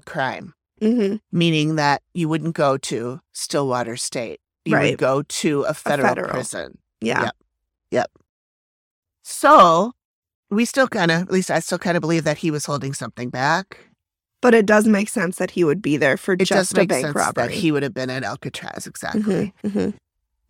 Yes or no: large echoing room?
no